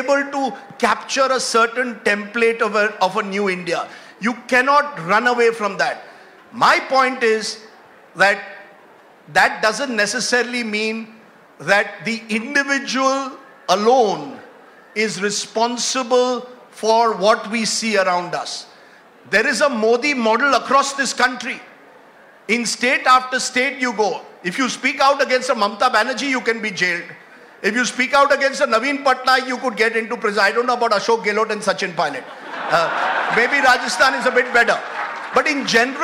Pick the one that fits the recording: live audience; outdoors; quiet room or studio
live audience